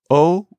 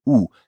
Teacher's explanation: O, if you kiss a little more, is oo.